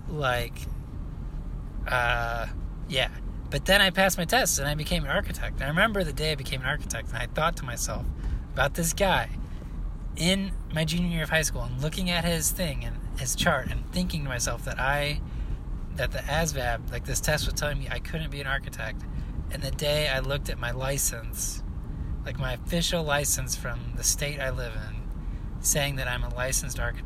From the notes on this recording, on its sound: Talking in my car, driving around the airport, pulling out of the parking lot